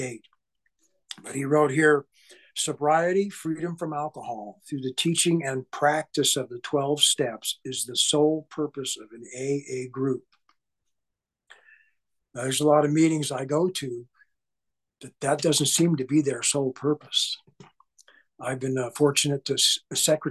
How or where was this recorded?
video call